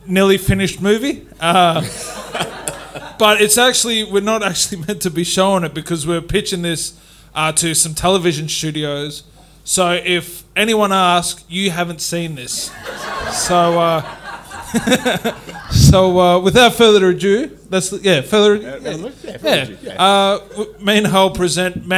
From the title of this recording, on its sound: LIVE SHOW #1 Fringe 2021